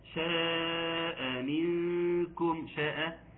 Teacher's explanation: شاء مد متصل يمد بمقدار 4 حركات وخمس حركات حال الوصل، وعند الوقف 6 حركات